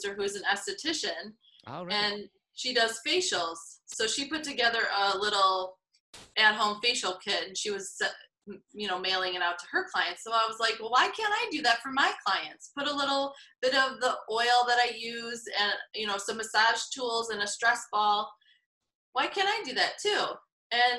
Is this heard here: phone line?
no